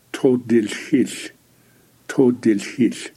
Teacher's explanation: Navajo has a voiceless L, and so you blow the air out on both sides of the tongue as you're saying the word todilhil.